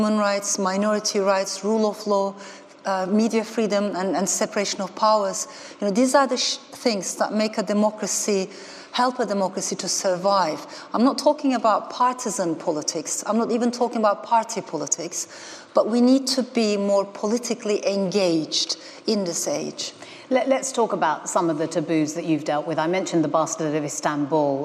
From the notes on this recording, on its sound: in this podcast from the 2019 Festival of Ideas